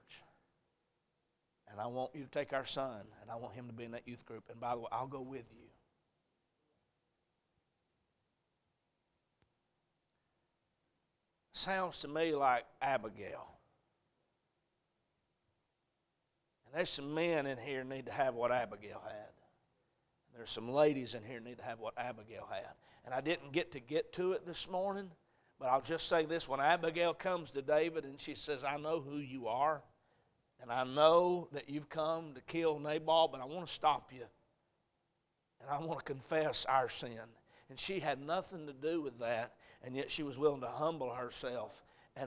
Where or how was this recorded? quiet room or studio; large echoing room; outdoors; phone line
large echoing room